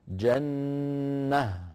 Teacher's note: بل نقف بهاء ساكنة، مثل لو كانت مرفوعة أو مجرورة